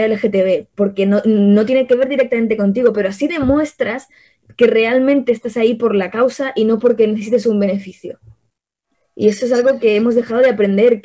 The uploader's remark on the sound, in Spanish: mesa de debate virtual